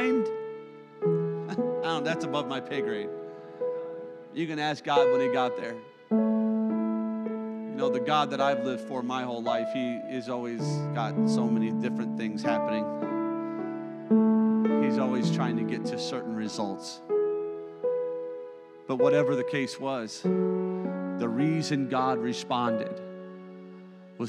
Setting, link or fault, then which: setting, large echoing room